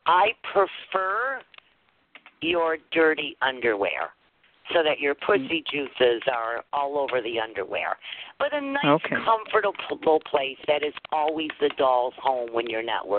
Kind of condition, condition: link, phone line